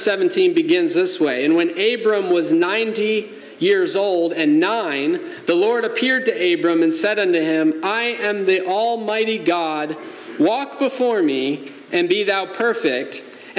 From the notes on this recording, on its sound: Message delivered Sunday, May 14, 2023 at Mt Carmel Primitive Baptist Church, Bel Air, Maryland